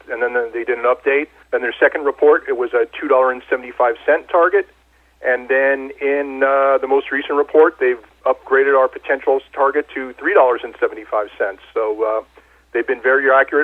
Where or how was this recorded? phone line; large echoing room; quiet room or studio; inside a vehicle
phone line